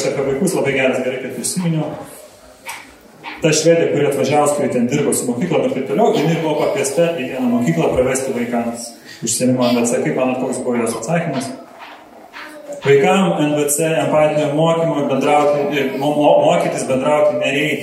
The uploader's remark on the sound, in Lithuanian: Įrašas iš Šeimų festivalio.